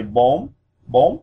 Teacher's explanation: The spelling is B-O-N. But again, despite the spelling of an N at the end of the word, we want to use an M sound. · this one has a rising tone, as you may have noticed from how it sounds. So you want to raise your voice as you say this.